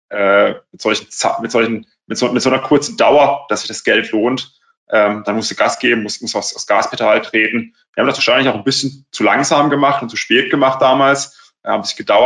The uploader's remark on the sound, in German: Diese Podcast-Folge ist ein Mitschnitt unseres Webinars auf unserer Plattform